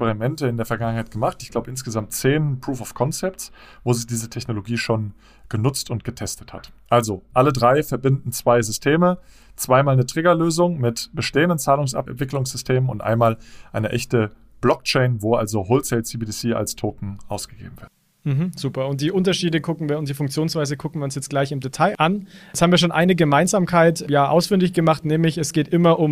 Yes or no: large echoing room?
no